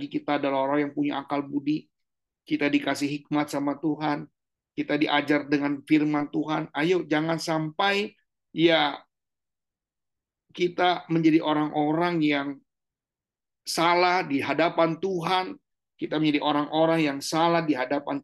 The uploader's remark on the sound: Audio Zoominar